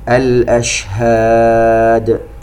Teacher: الأشهاد، التفشي في الشين، انتشار الصوت، والقلقلة في الدال وقفا لأنها سكنت